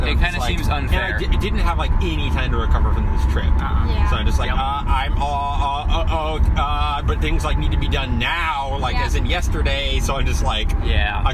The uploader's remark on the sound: oops we recorded in the wind